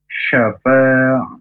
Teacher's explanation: Kalau shin besar dari tengah lidah ya keluar nafas yang banyak.